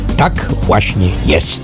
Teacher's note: mówienie z góry w dół, które pokazuje pewną pewność i autorytarność